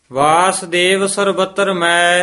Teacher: ਸਲੋਕ ਵਾਸਦੇਵ ਸਰਬੱਤਰ ਮੈਂ ਹੀ ਉਚਾਰਨ ਕਰਨਾ, ਇਹਨੂੰ ਮੈਂ ਨੀ ਨਾਸਕੀ ਨੀ ਬੋਲਣਾ